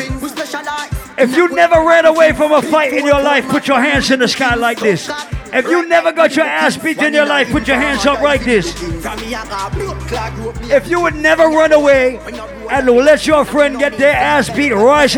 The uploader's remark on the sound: This is a live audio recording of the party at Island Saturdays on Oct 2nd.